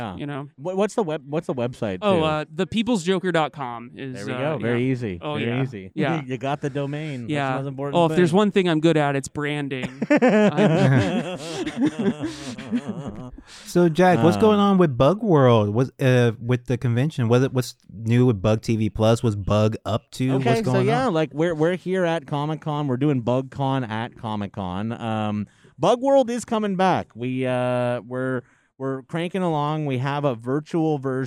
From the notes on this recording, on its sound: Live at San Diego Comic-Con! Here's a special live edition straight from the Bugcon booth San Diego Comic-Con!